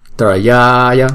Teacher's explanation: chữ ya là chúng ta phải kéo dài hai nhịp